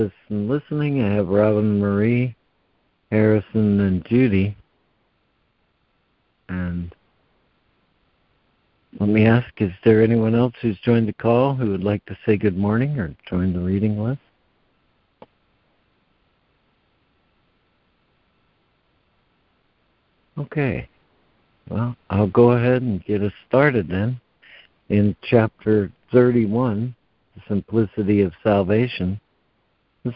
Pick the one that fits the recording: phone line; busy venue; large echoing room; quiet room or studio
phone line